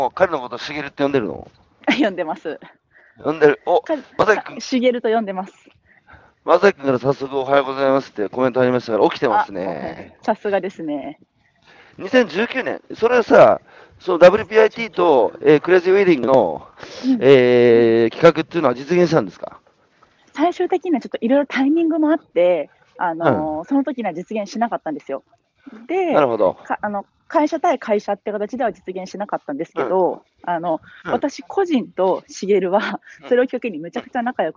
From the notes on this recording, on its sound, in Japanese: 歩きながら1時間、対談する。